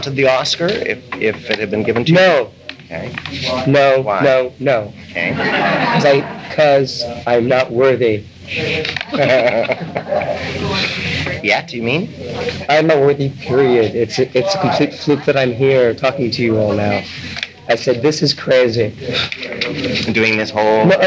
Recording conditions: background noise